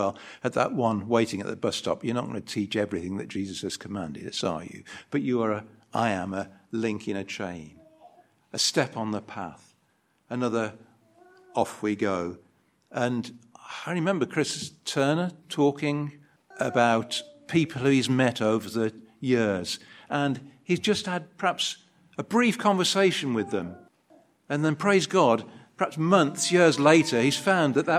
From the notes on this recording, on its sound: An edited video recording of the Sunday service.